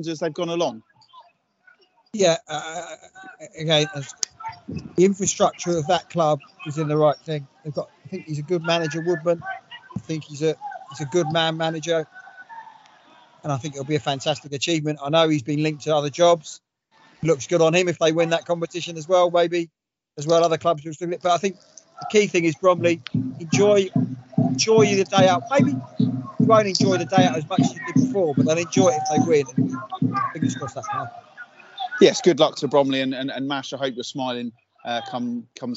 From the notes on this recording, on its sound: most of it is recorded with one of us on location at the Kent Senior Cup final!